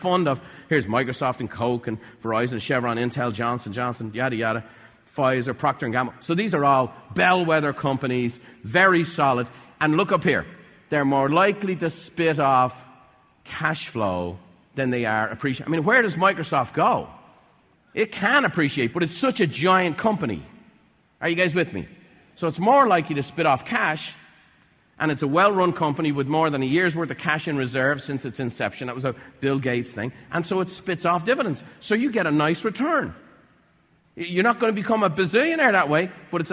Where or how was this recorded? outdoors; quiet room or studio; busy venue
busy venue